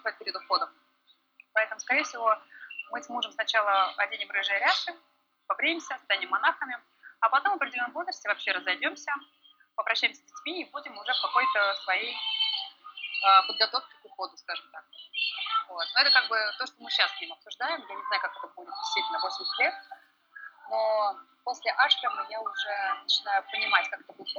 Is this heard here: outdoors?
yes